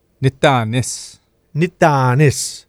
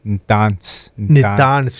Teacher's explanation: Nitanis is the full word, and then Nitans is how it's usually pronounced.